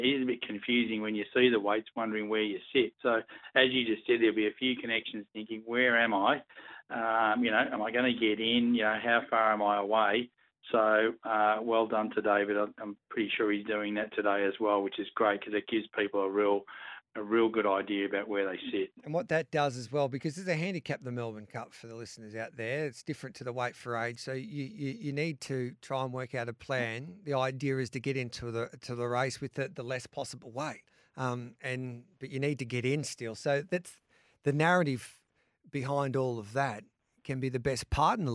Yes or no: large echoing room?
no